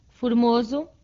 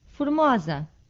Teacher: In adjectives ending in OSO and OSA, the final vowel does just that. The final O closes the preceding O, and the final A opens the preceding O.